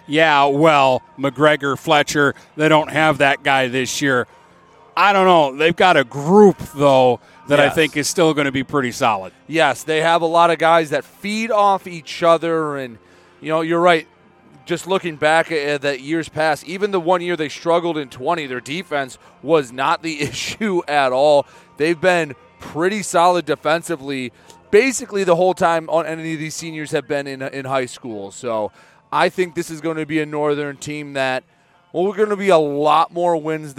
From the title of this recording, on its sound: Live From Port Huron Northern Football Camp